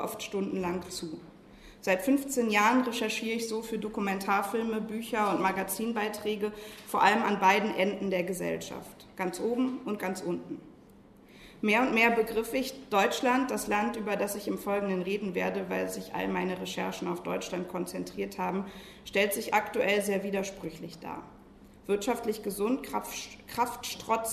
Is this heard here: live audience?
yes